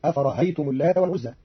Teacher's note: قرأ قالون كلمة أفرأيتم بتسهيل الهمزة الثانية بين بين